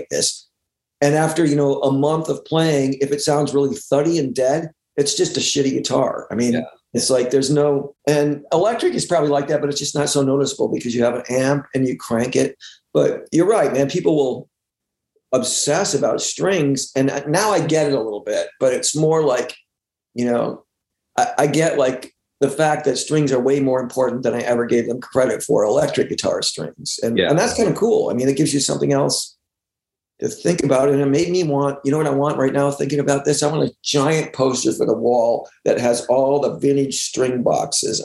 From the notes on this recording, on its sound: Remote Zoom.